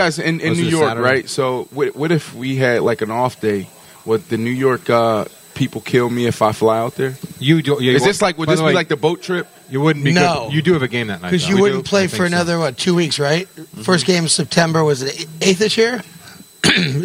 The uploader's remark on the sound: broadcasted live in Baltic Connecticut at the Mohegan Sun golf course